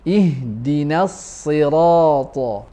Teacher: We will tend to make noon heavy due to sad's heavy character, like ihdina as-sirata. The correct way is to pronounce noon light and pronounce sad heavy.